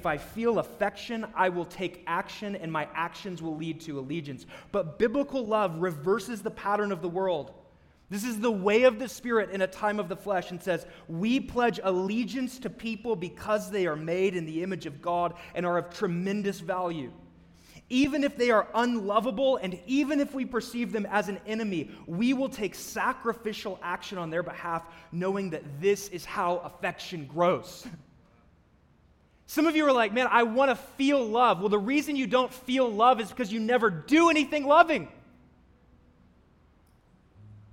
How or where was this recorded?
large echoing room